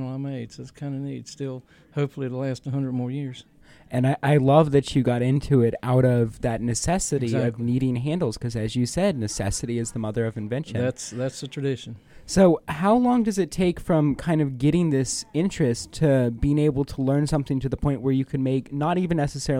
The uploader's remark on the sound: Recording made at the Virginia Folklife Apprenticeship Showcase on September 21, 2014.